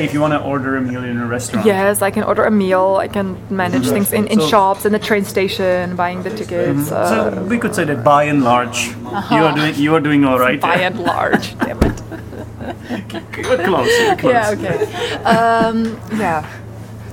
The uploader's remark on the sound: The quality of the recording is not ideal since it was recorded in a café and naturally the recorder picked up a lot of background noice, but it is audible, neverthless.